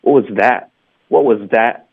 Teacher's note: 我们这个句子的重音可以把重音加在 that 上。Okay，一般 that 呢我们会弱读，在这儿不会，我们会加个重音。英文的说那事儿，我们会强调它。What was that?